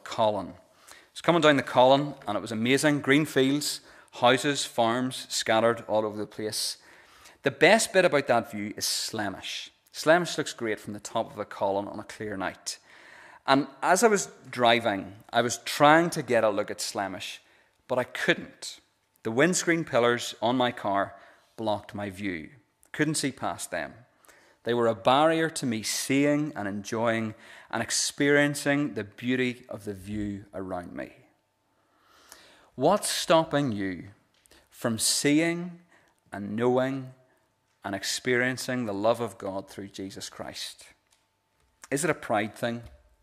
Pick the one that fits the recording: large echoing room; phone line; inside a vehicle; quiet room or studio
large echoing room